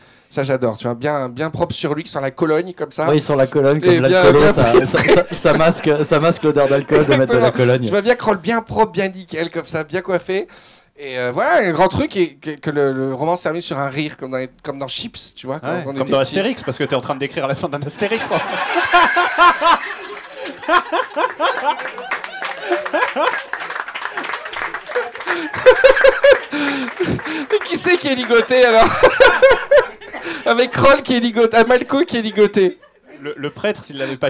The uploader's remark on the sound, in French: Un épisode final enregistré en public et sous des flots d'Aguardiente. Une cinquantaine de spoileros parisiens.